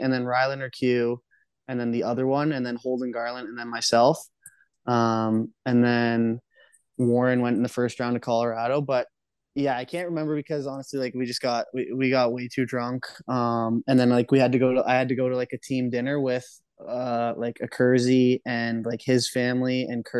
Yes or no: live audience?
no